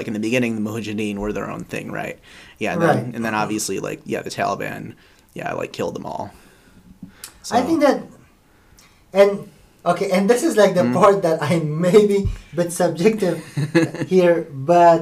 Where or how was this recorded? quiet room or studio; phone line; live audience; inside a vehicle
quiet room or studio